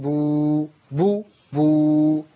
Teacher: باء ضم ومد طبيعي حركتين